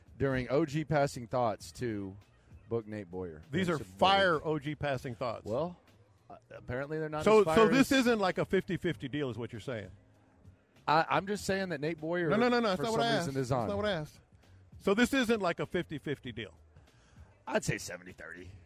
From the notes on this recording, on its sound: Live from Radio Row.